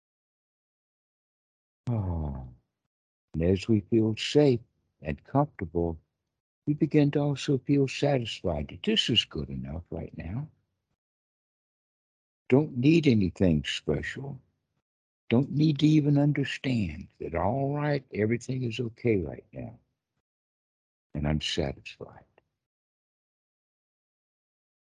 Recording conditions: video call